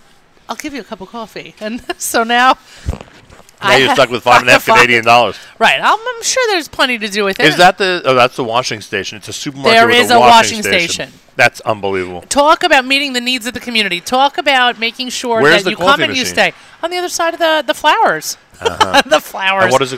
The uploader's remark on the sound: NSN Live from Sobey's Kosher Market in Toronto with Kosher.com